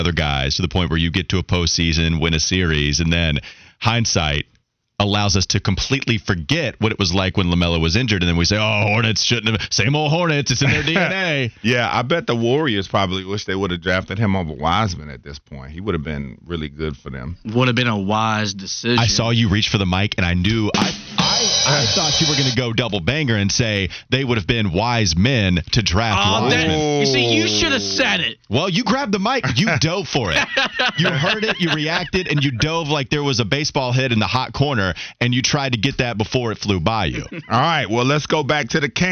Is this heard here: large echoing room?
no